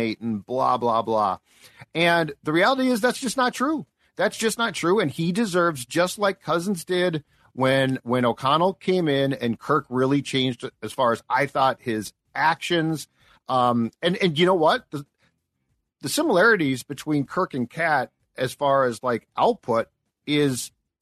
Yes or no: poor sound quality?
no